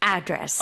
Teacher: 앞쪽에 좀 강세가 많이 가네요